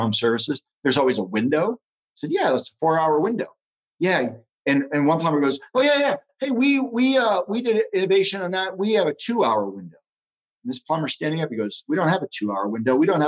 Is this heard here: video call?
yes